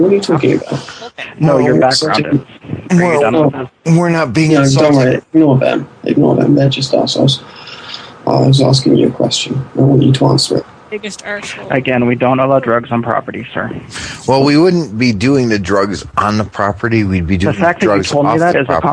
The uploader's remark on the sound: Prank Phone Calls.